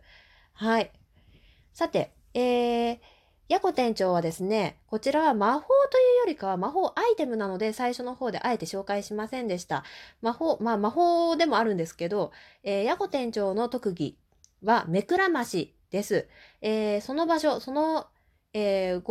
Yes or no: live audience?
no